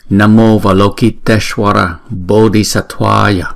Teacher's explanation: A và Y. Chữ A và chữ Y chúng ta gộp lại thành chữ E. Đó là cái luật của Sandhi trong tiếng Phạn. Thì cái câu này chúng ta sẽ chuyển thành Namo Valokiteshvara Bodhisattvaya.